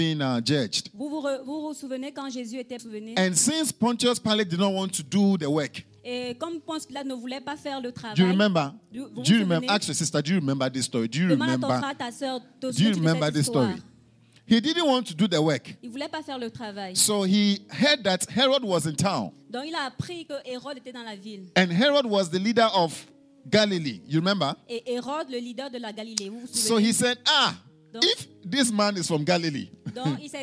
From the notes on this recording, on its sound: Preached during Joyful Hour at FCI Ministries, Rabat, Morocco.